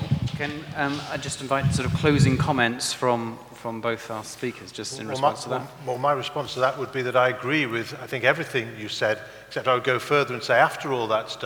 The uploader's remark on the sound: debate the issues and respond to questions and comments from the audience